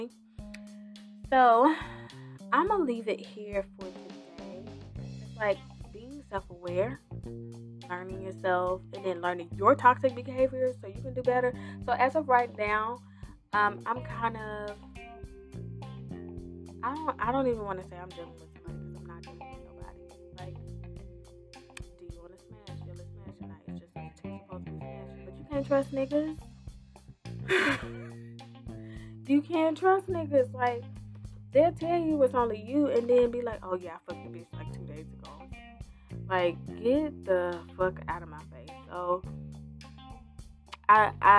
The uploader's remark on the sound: Apologies for the audio this was recorded a bit ago.